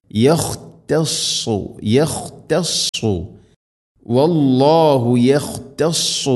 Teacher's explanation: സ്വാദ് ഹെവി ലെറ്ററാണ്, അഥവാ നാവിൻ്റെ മധ്യഭാഗം അണ്ണാക്കിലേക്ക് ഉയർന്ന് നിൽക്കണം ഉച്ചരിക്കുമ്പോൾ.